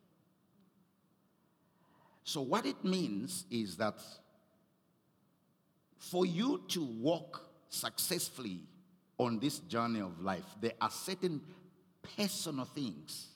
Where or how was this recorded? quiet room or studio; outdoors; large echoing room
large echoing room